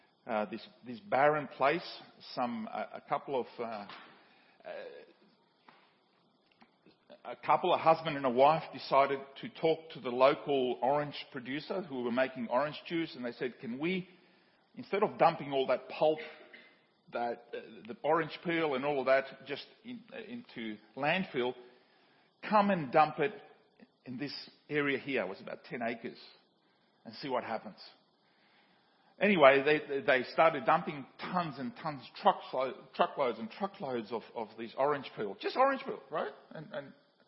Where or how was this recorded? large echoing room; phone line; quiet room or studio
large echoing room